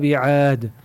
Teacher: Elifi uzadırık. İki haraka yahut da dört haraka yahut da beş haraka. · Term: Med arız li sukun